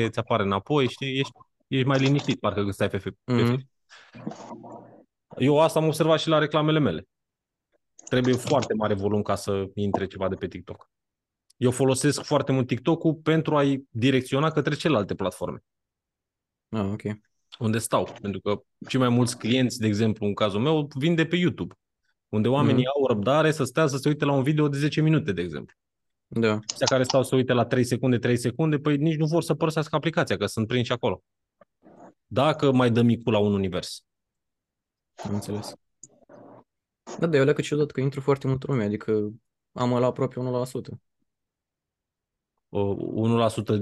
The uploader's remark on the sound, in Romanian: Conferinta Zoom Saptamanala EcomSchool